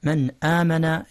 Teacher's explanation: إظهار النون قبل الهمزة، قبل همزة آمن